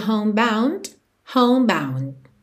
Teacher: Aqui, atenção que o E de home não é pronunciado. O D de bound poderia aparecer ou não